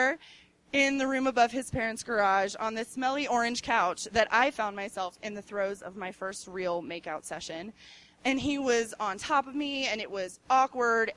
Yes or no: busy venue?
yes